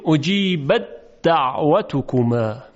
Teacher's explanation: یعنی حرف تی دو نقطه رو در دال ادغام میکنیم · Term: ادغام تی دو نقطه در دال